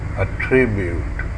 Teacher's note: When noun, say attribute with a stressed bat vowel and follow with bit vowel and boot vowel. When verb, say attribute with the first vowel of about and follow with a stressed bit vowel and boot vowel.